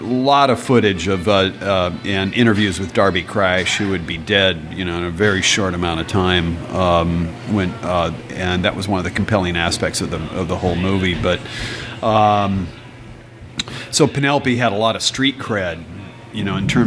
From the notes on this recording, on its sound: RECORDING LOCALE Maher’s Irish Pub 352 B Ave. Lake Oswego, OR 97034.